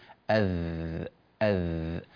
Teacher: والذال تخرج من طرف اللسان